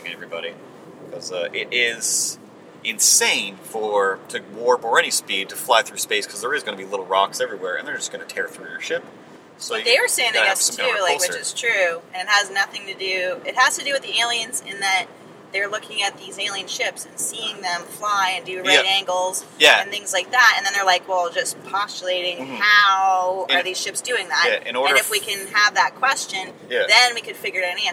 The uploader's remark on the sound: Live From a Honda Fit